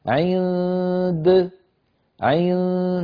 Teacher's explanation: نأتي بنون مخفى عند د